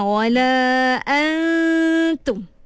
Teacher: Kalau ikhfa ni dia samar-samar. Dia samar-samar bunyi dia tu. Sama ada nak masuk nun ke nak masuk ta, dia samar-samar. Tapi yang lebih orang kata banyak penggunaan dia tu sembunyilah.